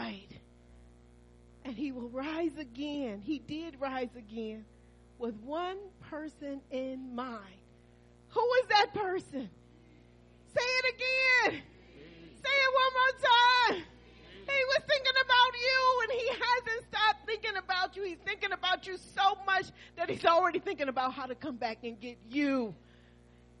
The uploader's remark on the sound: Christmas Worship Service New Life At Calvary Church.